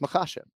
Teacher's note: So we're emphasizing the second syllable